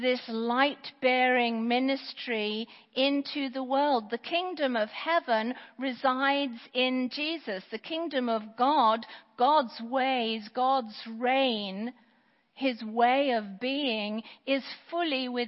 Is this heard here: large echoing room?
yes